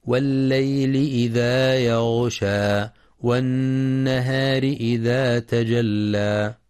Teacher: ينتبه القارئ لتحقيق كسر اللام في والليل، كما يراعى تفخيم الغين في يغشى مع بيان صفة الرخاوة فيها وإثبات المد الطبيعي حركتين عند الوقف، وينتبه لغنة النون المشددة في والنهار فهي أكمل ما تكون، ويراعي ترقيق الراء وصلا لكسرها، كما يجب بيان تشديد اللام في تجلى مع إثبات المد الطبيعي بمقدار حركتين عند الوقف.